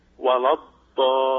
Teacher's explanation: الضاد من الحافتين والمد لا تطوله زيادة عن حده